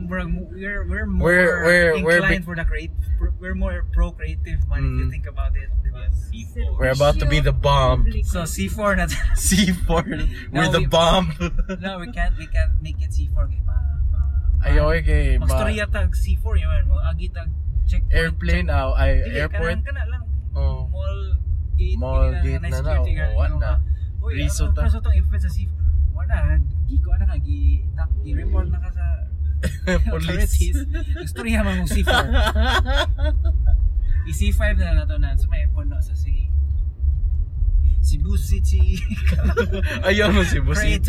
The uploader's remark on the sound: C3 Con 2018 (since we came from there). Sorry for the seemingly weak audio since we recorded this from the car!